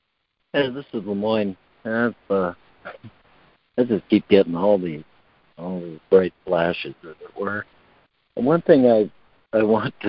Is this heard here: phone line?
yes